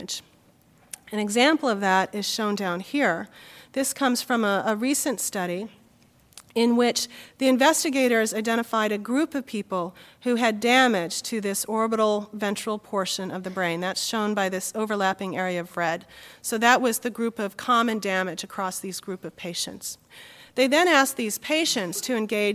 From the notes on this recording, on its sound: Recording of a lecture delivered on September 6, 2007